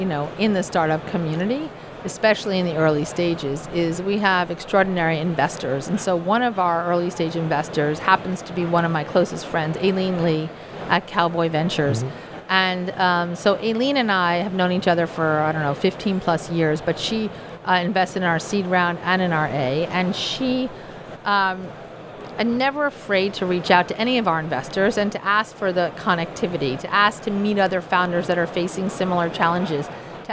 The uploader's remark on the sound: live from Slush 2019